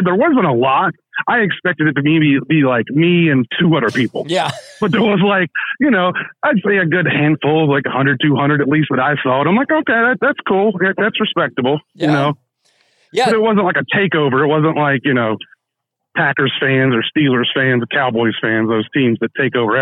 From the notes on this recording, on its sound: Live From SoFi. Via telephone from SoFi immediately after the Rams victory over the Panthers.